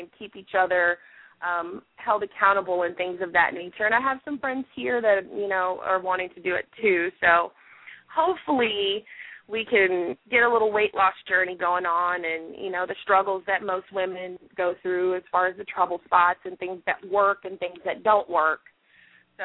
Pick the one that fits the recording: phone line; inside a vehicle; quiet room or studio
phone line